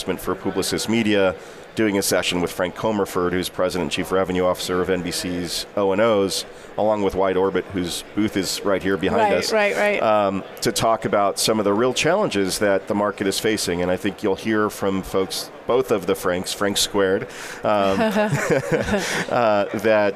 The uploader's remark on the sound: live from the NAB show 2017 Advanced Advertising Pavilion